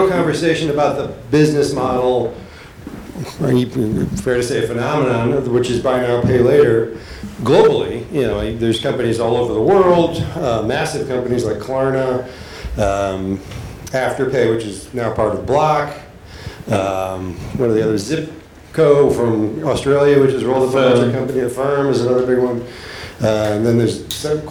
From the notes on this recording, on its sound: This interview was recorded at the BigFive Summit, 12-13 May 2022 in Cape Town.